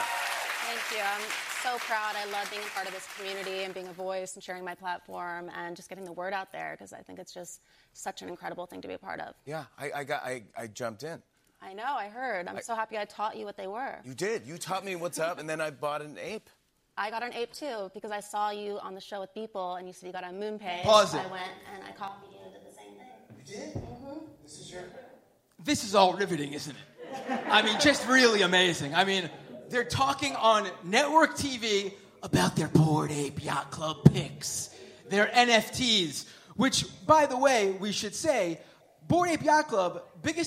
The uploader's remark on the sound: Scam Economy LIVE in Brooklyn. LIVE episode of Scam Economy as part of the Digital Void Festival: Brooklyn on May 26 at Littlefield's.